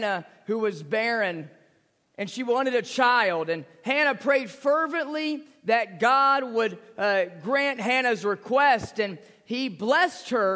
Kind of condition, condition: setting, large echoing room